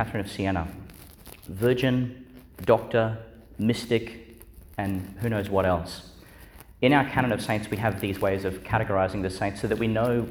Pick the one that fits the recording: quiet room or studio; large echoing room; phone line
large echoing room